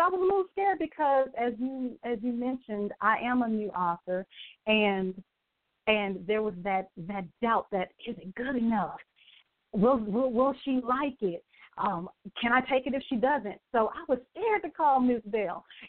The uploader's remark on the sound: a live call in show